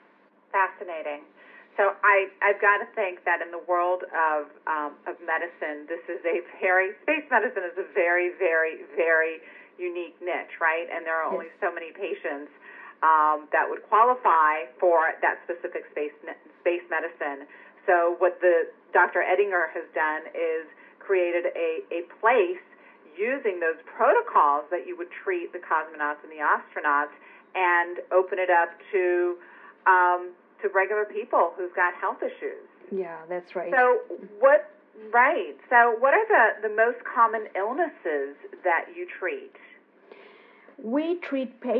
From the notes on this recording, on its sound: Joined her by phone from Germany.